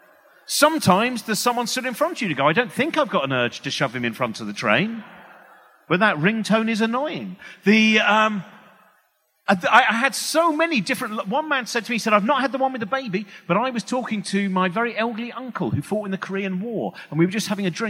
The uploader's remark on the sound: Recorded on 10th Feb 2020 at EartH Hackney.